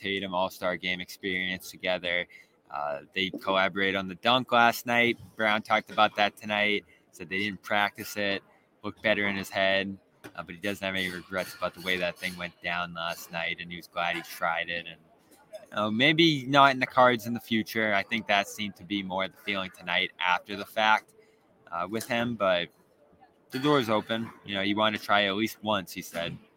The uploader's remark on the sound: The Garden Report goes live from All-Star Weekend!